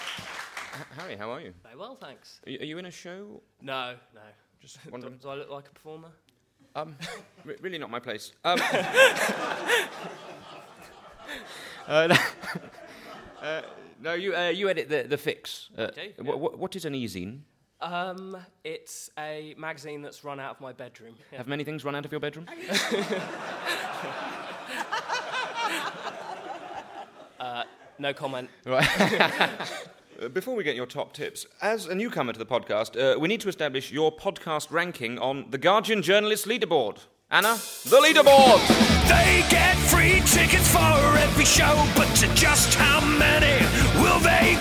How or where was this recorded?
live audience